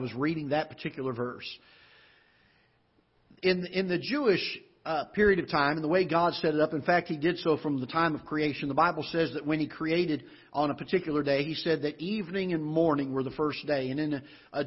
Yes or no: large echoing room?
yes